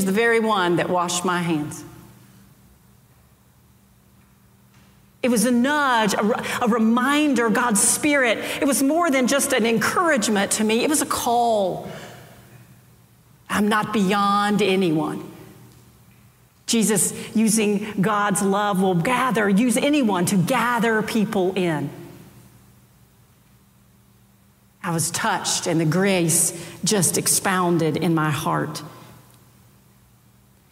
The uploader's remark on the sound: Preached on January 23, 2023 for our Sanctuary Worship Service.